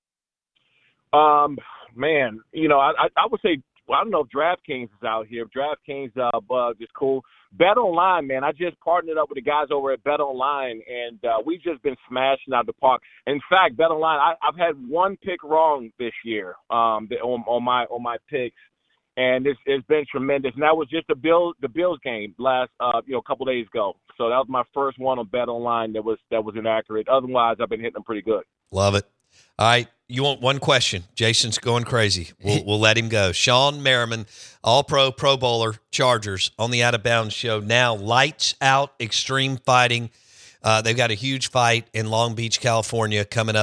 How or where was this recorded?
phone line